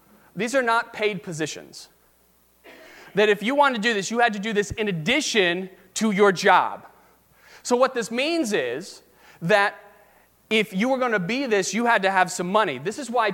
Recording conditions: large echoing room